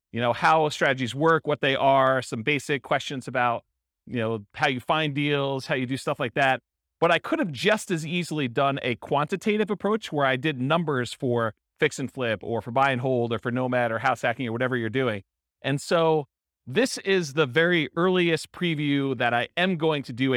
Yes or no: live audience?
yes